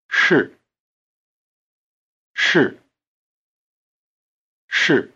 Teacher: The vowel in 是 is just a prolonged R sound